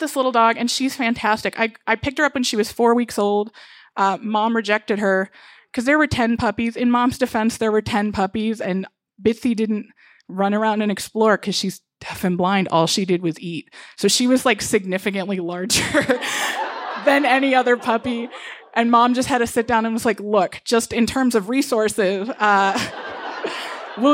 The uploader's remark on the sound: She told this story live at Buntport Theater on 15 January 2020.